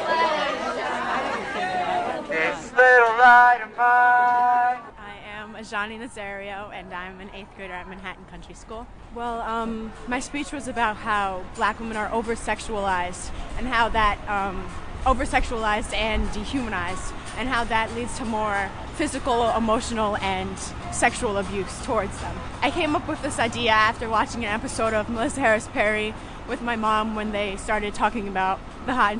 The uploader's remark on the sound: Trailer Talk is combination live performance, community event and radio broadcast based in the New York's Catskills region.